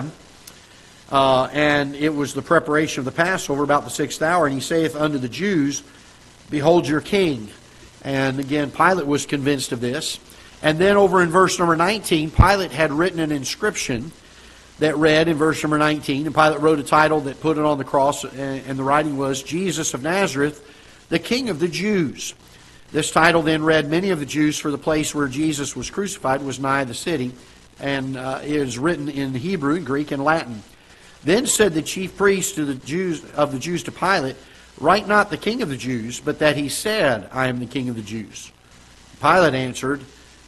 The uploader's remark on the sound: Ketha Heights Baptist Church ~ Live Broadcast